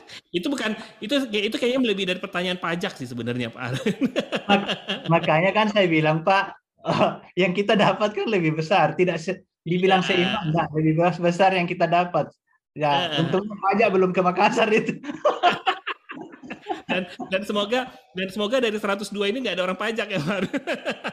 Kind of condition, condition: link, video call